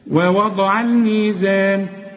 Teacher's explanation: الميزان كل الحروف مرققة